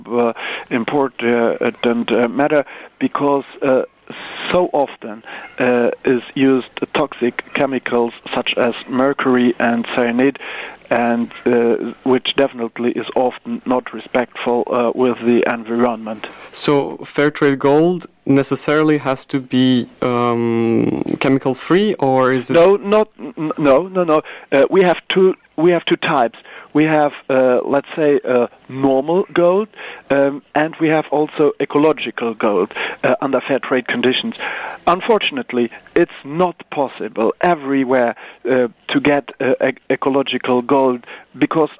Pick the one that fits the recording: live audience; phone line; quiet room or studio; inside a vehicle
phone line